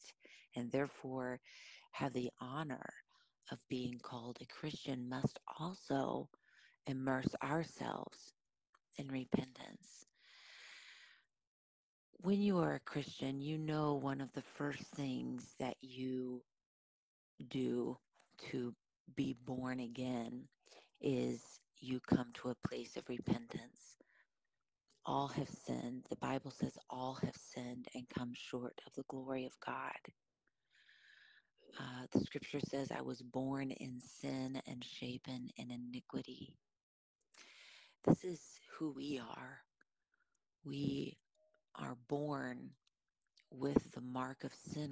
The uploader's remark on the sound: This episode has more popping in the mic than usual as it has been through a download, a conversion from vid to audio, an upload, a “de-esser” to try to eliminate some popping, another download & upload.